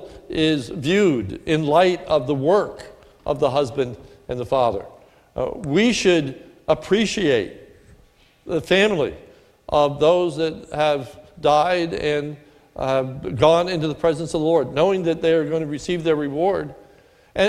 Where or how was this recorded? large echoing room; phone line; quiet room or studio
large echoing room